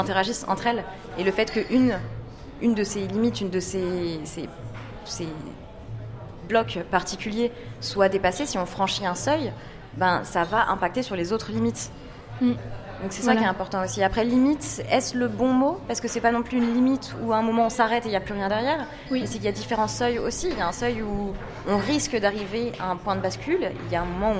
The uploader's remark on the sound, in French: Parce que le 12 juin nous n'étions pas en studio, mais au Festival Avance Rapide à Dock B à Pantin, et c'était le feu !